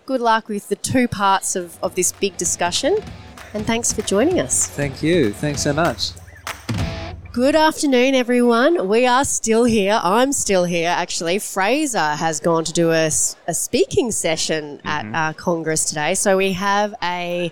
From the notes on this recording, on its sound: Recorded at the 2022 FPA Professionals Congress.